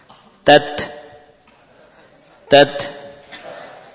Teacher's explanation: Memunculkan desis setelah melepaskan ujung lidah dari pangkal gigi